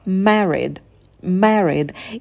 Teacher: И в конце звук «д» будет звонким, а не оглушайте его.